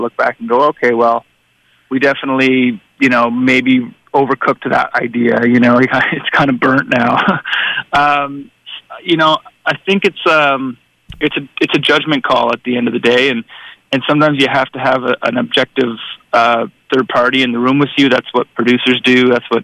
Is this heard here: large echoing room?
no